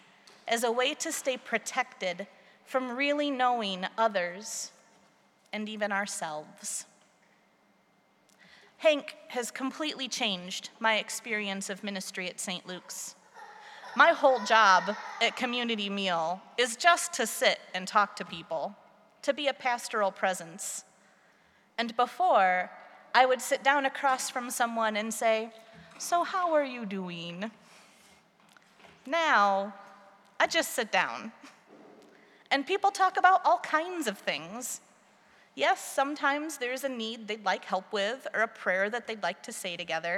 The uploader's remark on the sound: preached at our celebration of the Holy Eucharist on Transfiguration Sunday